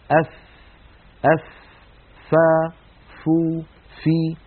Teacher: الفاء يا إخوة كما نعلم حرف يخرج من بطن الشفة السفلى مع أطراف الثنايا العليا، أطراف الأسنان العليا مع بطن الشفة السفلى.